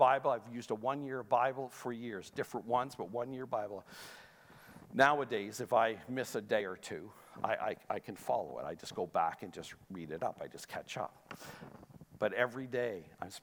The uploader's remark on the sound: Sunday Service live broadcast